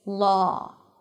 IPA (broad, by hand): lɔː